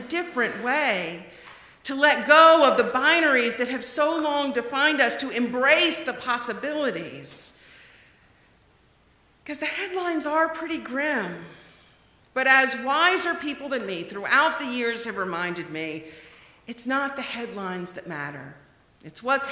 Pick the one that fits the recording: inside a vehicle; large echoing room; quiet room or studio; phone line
large echoing room